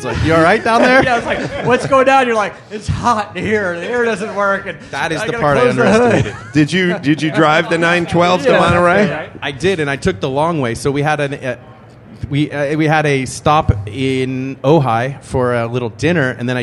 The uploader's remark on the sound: Live from K&N Filters at SEMA. Live at the K&N Booth at SEMA.